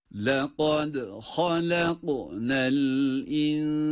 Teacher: El-insane derken burada da yine ihfa var. Yani cezimli nun, sin harfinin yanında gizlenerek okunmakta.